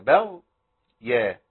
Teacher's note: والغين ساكنه يبقى اقف عليها شويه